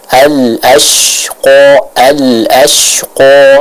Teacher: Huruf shin ini keluar dari wasatul lisan, yaitu dari lidah bagian tengah.